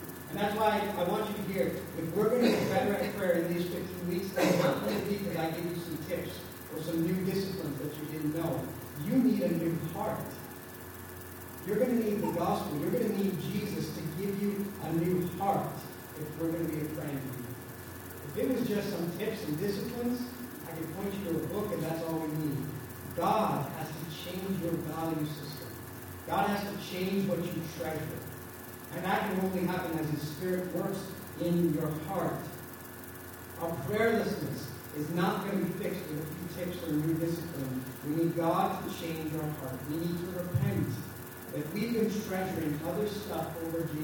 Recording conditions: poor sound quality